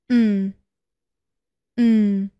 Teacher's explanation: 双唇闭拢，舌放平，震动有声，使气流从鼻腔出来。嗯，嗯。一般是字母 M 发这一个音。我们来看一下它的代表单词 much，much，summersummer。um um, Poets like to write poems about the moon. · Term: 鼻音